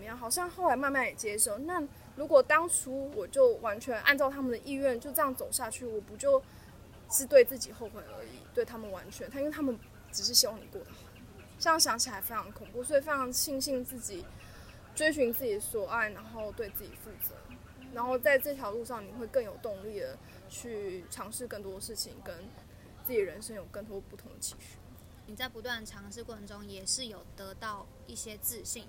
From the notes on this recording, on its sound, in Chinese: 不得已在戶外錄音，聲音品質請大家包涵ＱＱ。